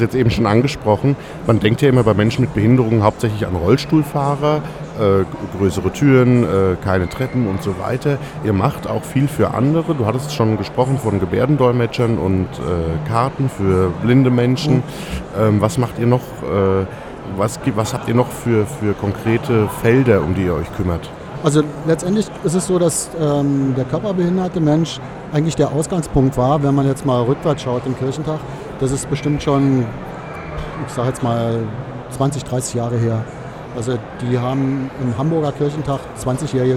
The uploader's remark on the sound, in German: live im Radio auf dem Kirchentag